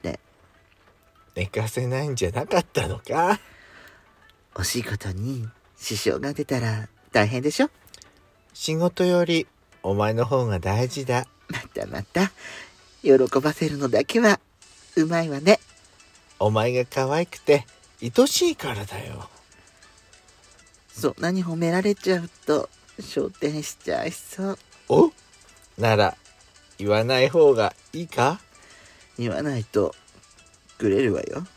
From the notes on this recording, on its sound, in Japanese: パーキング収録